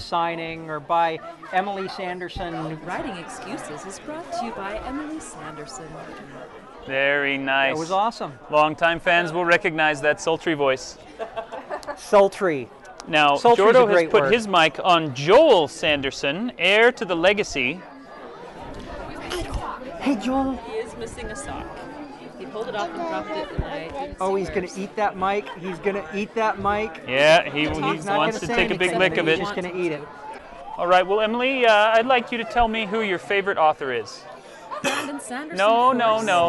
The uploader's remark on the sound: Live at the Mistborn 3 Release. Recorded in line at the Hero of Ages book release and signing event at the BYU Bookstore.